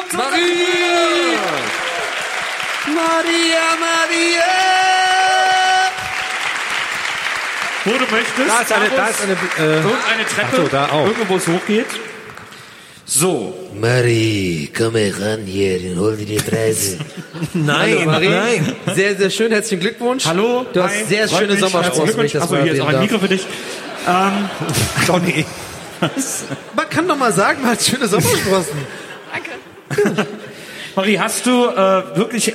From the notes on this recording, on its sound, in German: Live-Aufnahme Leipzig im Felsenkeller.